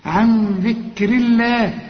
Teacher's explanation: وطلع طبعا لسانك في الذال · النون هنا اخفيها وغنها علشان الذال دي من حروف الإخفاء